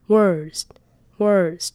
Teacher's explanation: 发得很卷舌。那记得后面你可以先练 wordswords，你可以先把后面这个练起来。首先你发 W 的音的时候呢，你的嘴型会是圆的，那发到后面的时候呢，把你的舌头往后卷，所以会发出一个 R 的音